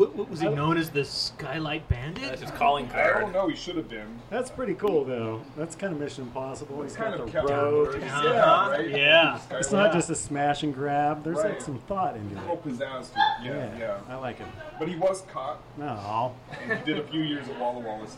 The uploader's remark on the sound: The Crescent Lounge in Capitol Hill. Recorded live at The Crescent Lounge on 05/22/2023.